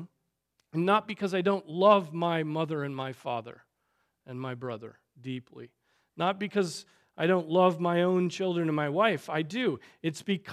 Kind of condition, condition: setting, large echoing room